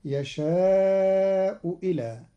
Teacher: قرأ قالون كلمتي يشاء إلى بإبدال الهمزة واوا مكسورة على الأصل، وقيل بتسهيلها بين في الهمزة الثانية، وهكذا في القرآن الكريم كله.